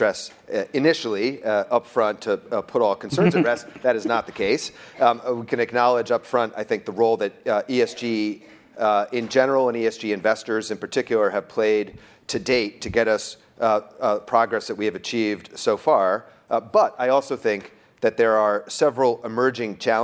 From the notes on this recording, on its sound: Live from ESG Conference in NYC. At Barclays’ inaugural ESG Conference in New York City.